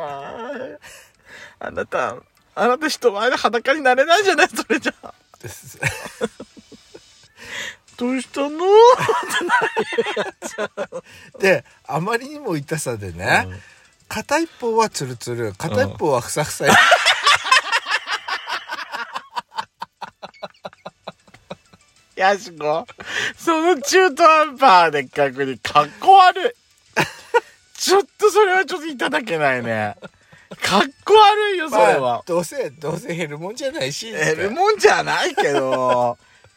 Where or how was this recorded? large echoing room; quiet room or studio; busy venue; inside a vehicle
inside a vehicle